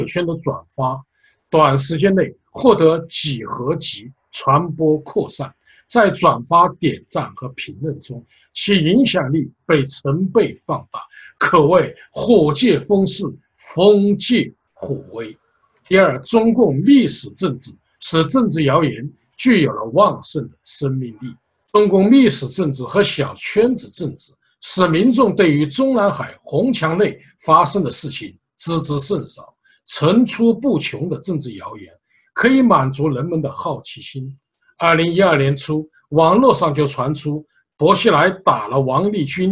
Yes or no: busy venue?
no